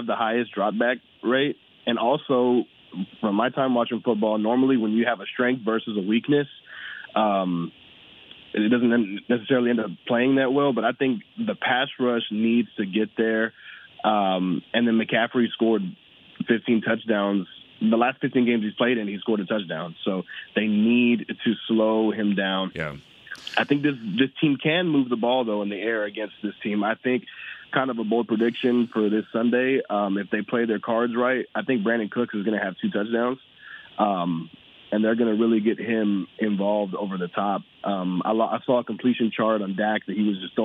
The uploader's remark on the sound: From South Korea to Texas, fans called.